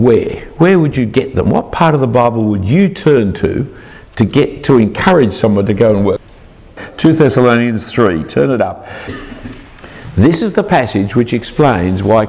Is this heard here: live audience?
yes